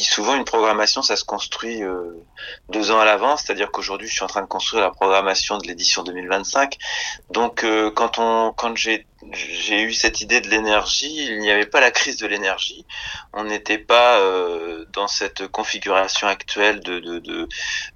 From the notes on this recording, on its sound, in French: Enregistrement réalisé par téléphone, entre Paris et Clermont-de-l’Oise.